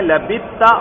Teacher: ایک سا اور ایک تا، مخرج قریب تھا تو سا کو تا کر کے کیا کر دیا گیا، تا میں ادغام، تو لبتا ہوا.